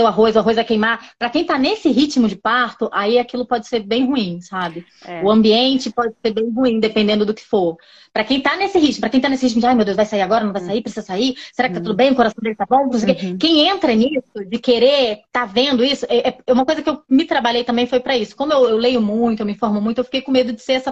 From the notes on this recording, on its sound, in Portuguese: A conversa foi gravada ao vivo pelo meu Instagram